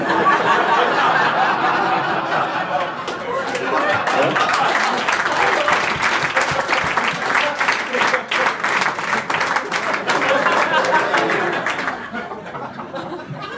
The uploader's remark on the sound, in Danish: LIVE fra Hanstholm Madbar